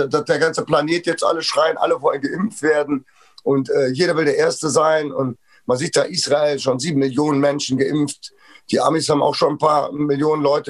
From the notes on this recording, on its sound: Von Couch zu Couch. Zoom Meeting XXL.